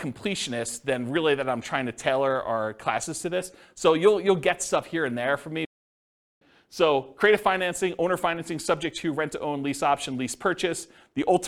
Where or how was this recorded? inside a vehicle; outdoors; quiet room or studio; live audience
live audience